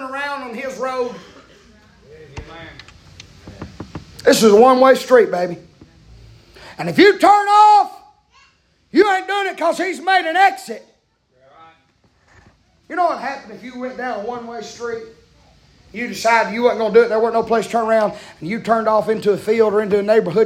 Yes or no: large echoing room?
yes